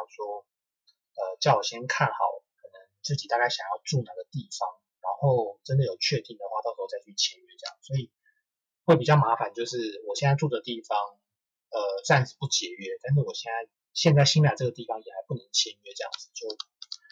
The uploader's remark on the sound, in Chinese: 這集在飯店錄音的關係，。2021年第一集的收音不太好請大家見諒。